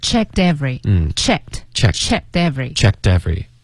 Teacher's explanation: And checked 这个字呢，一个科连到一个特的音呢，特别麻烦，所以我们就把科的音给省略了。